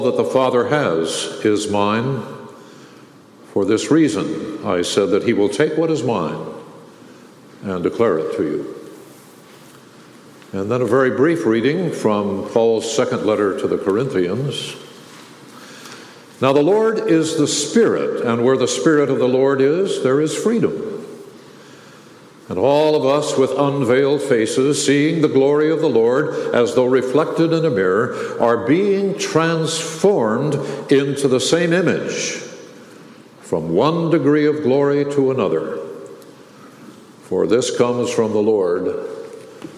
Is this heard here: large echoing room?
yes